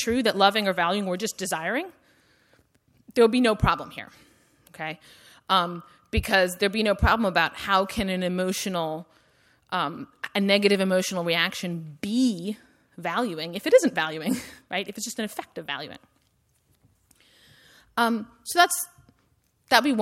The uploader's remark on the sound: Audio recording of a lecture. As part of the Formal Lecture Series.